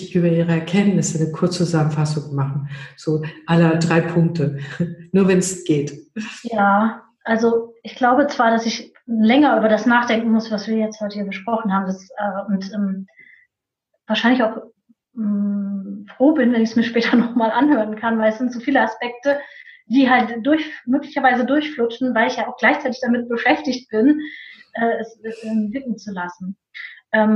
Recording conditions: video call